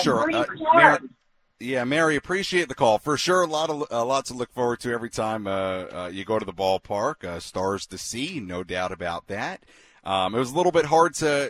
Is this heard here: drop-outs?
no